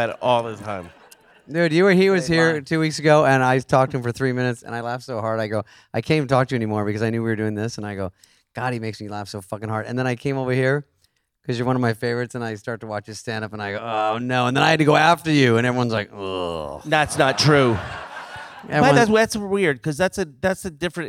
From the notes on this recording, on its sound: Live from Largo at the Coronet.